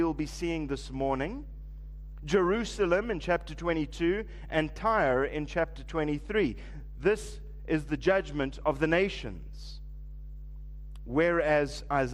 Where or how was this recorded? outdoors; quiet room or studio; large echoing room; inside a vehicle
large echoing room